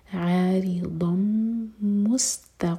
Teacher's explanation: ضاد ہیوی اور زبان کی سائڈ سے عارضا مستقبلا میم پر غنا سین پر سیٹی والی آواز مست